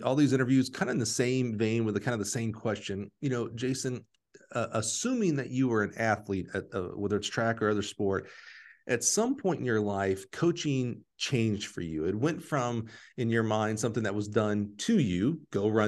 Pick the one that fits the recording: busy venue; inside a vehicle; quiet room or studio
quiet room or studio